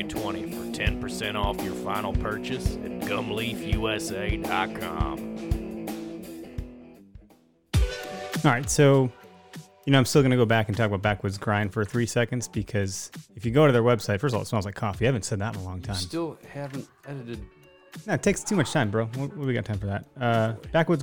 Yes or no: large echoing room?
no